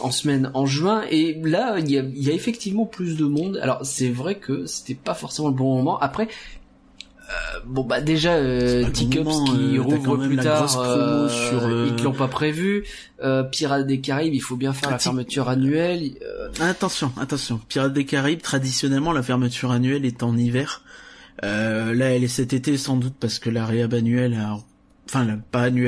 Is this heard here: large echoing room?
no